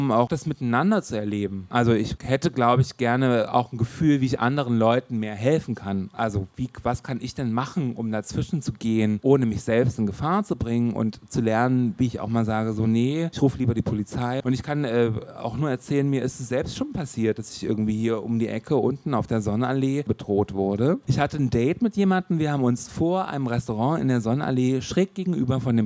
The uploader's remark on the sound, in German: Live aus der Pepsi Boston Bar im SchwuZ